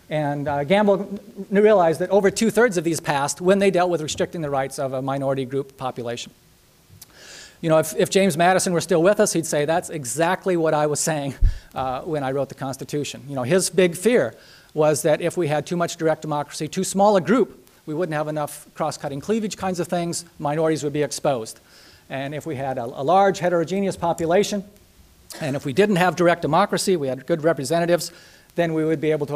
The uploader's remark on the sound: Nebraska Colloquium lecture. University of Nebraska-Lincoln.